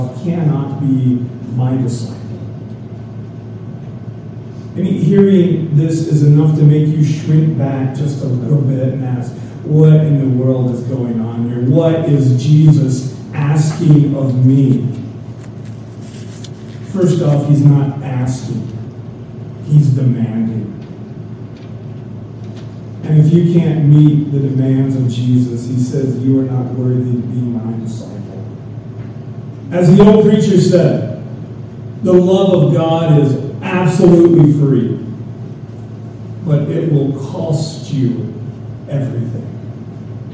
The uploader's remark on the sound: We are still having some sound problems, so this is not the complete service, by any means.